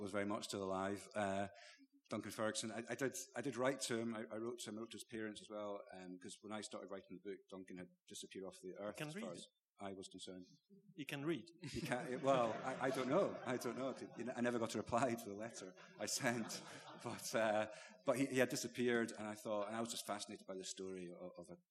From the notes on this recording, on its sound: The first half of the Blizzard's live Q&A event held at the WS Society in Edinburgh.